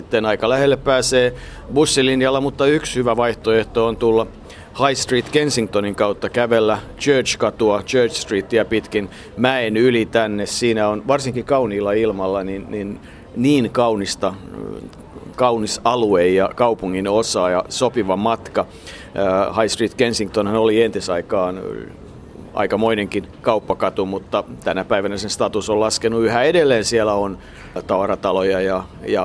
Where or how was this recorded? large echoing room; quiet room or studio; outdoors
outdoors